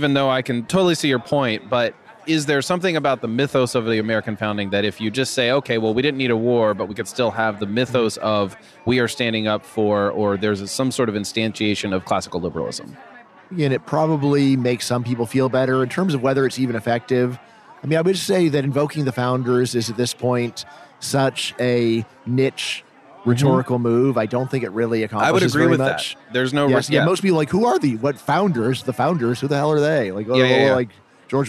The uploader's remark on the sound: This episode was recorded at FreedomFest 2023 in Memphis, TN.